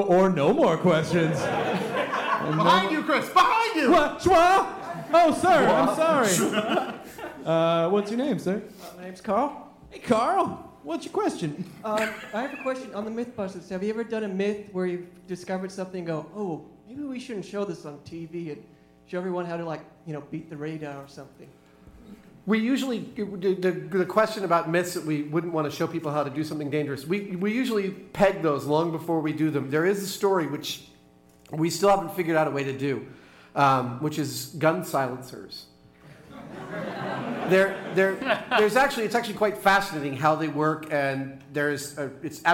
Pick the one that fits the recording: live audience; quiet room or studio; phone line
live audience